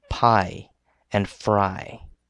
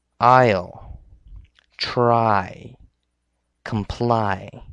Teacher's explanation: The long I sound is a combination of A and I together. The sound starts with ah and ends with E as an I.